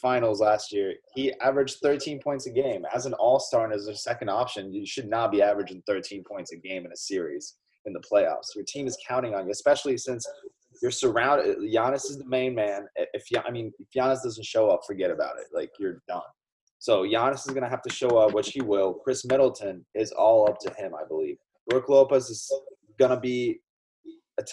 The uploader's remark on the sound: In this first-ever episode on Zoom